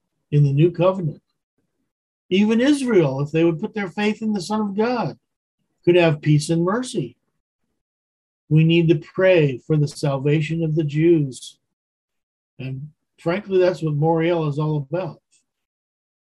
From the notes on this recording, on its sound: Wednesday Zoom study